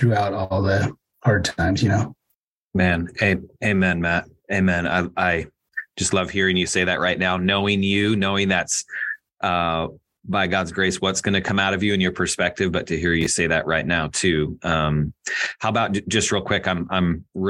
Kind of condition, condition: link, video call